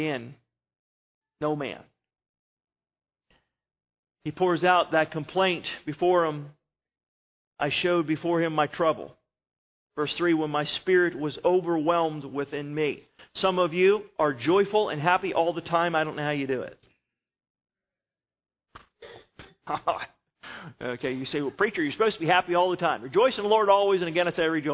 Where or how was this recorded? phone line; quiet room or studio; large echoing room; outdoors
large echoing room